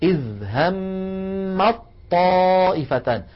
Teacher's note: يحولون التاء إلى طاء فيلتقي طاءان، الأولى ساكنة والثانية متحركة، فيدغمون الأولى في الثانية فيقولون إذ همت طائفتان. · Term: الإدغام